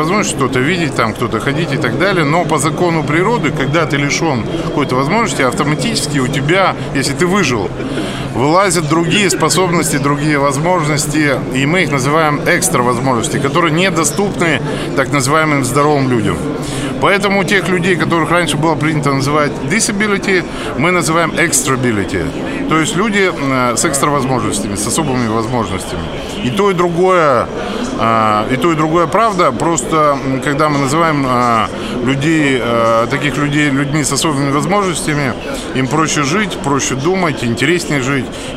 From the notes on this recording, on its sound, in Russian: Интервью с участниками социального движения «Белая трость» на выставке «Интеграция. Жизнь. Общество-2013».